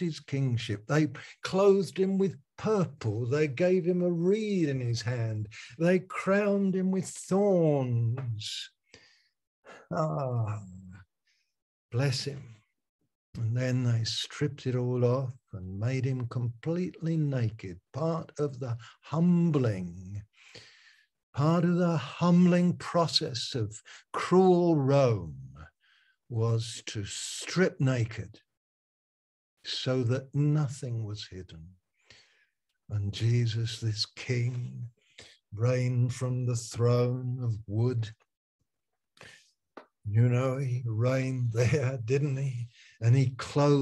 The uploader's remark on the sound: Malaysia Meets (Zoom).